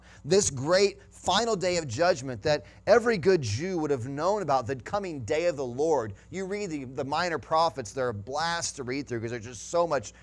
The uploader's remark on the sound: Sunday Morning Sermon Audio